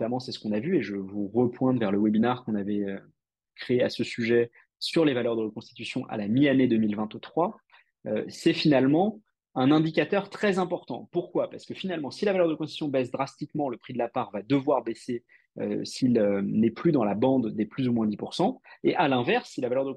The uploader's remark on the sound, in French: Cet épisode est l'audio de notre webinar